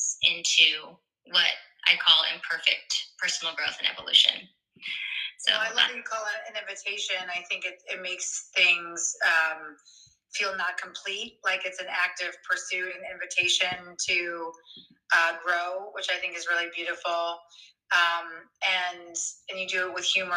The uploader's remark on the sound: the audio is not great on this one